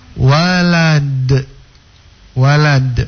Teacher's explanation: Karena dun itu adalah bagian dari pada huruf qalqala, maka hukumnya harus dipantulkan. Jadi walad, walad, atau pada falakumu.